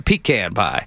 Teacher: That southern emphasis on the first syllable is the key.